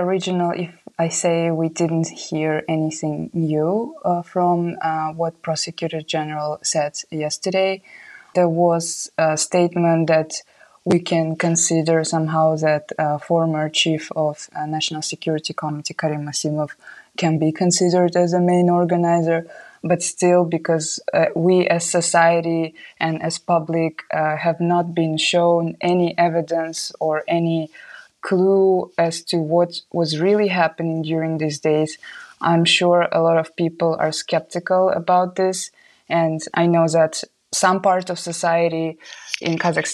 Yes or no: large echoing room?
no